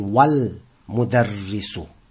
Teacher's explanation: So when we have a waw in front of this word, because meme is what we call harf qamariya, a moon letter. We pronounce the lam